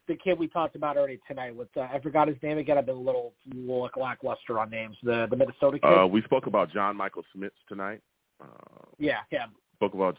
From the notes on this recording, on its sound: I also take live callers!